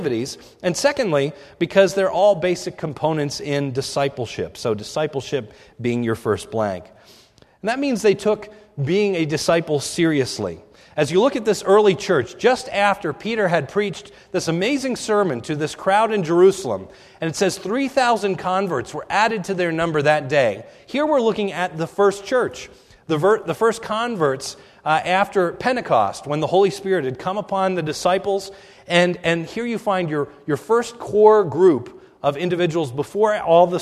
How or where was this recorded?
large echoing room